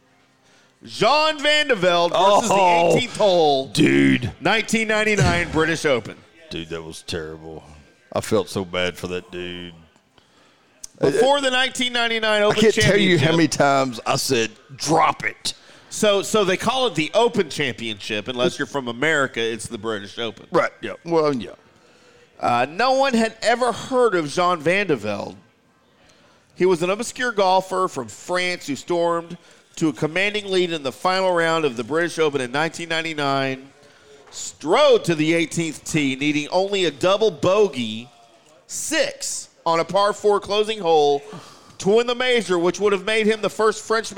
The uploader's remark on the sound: LIVE from Barrel & Bones in The Colony for Whiskey Wednesday!